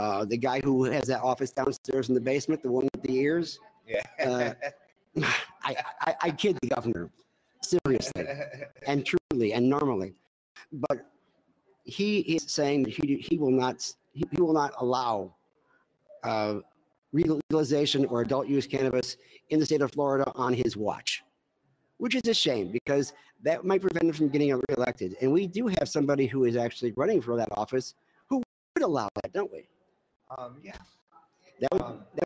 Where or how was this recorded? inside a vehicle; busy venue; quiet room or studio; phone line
busy venue